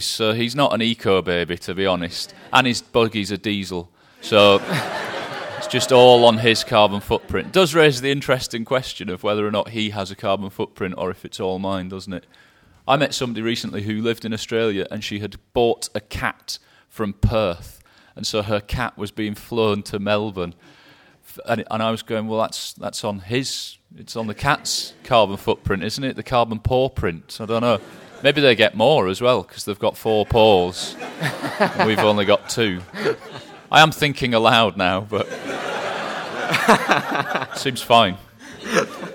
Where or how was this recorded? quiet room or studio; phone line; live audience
live audience